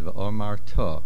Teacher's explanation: The main accent is at the end. · Term: Milra